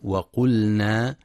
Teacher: ينتبه القارئ في كلمة وقلنا لإظهار اللام، فلا يقرأ بإدغام اللام في النون